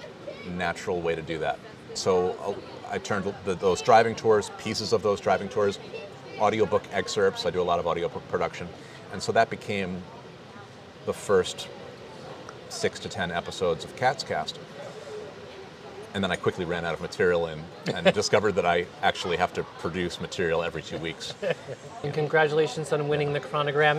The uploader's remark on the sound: Recorded outside at Ole Savannah ’s in Kingston on the water.